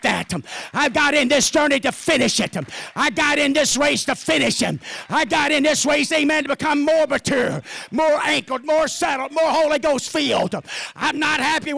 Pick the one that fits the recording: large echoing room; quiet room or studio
large echoing room